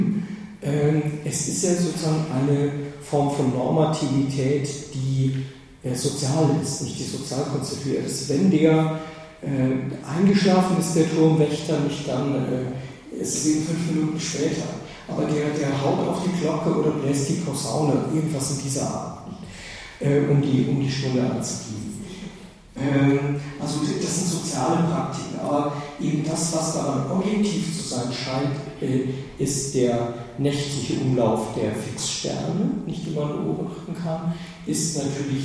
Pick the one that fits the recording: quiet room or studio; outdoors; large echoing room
large echoing room